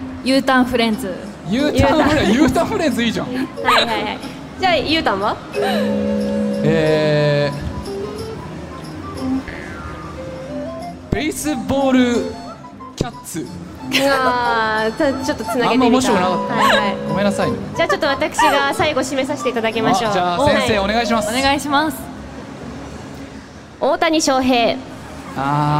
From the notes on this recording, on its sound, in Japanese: おゆらじ公開収録！公開収録、出演者もスタッフもとっても楽しかったです。